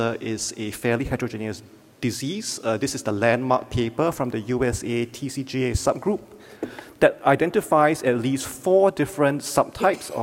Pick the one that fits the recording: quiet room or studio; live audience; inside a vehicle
live audience